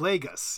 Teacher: the pronunciation of the A changed from short to long. And the tendency for a lot of people, including me a long time ago, was to pronounce it as the city in Portugal.